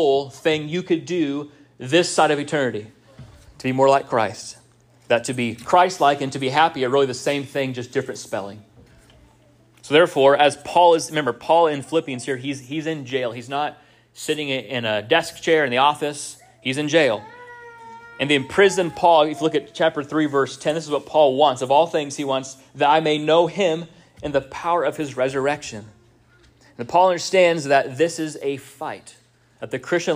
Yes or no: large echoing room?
yes